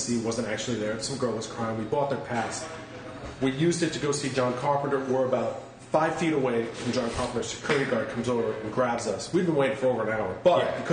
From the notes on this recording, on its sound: We met up in midtown Manhattan. After a couple places to record fell through, we settled into the upstairs portion of an Indian restaurant.